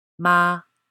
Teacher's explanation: Using the letters M and A to form a word to demonstrate the tones, they sound like this. The first tone, ma, a flat note.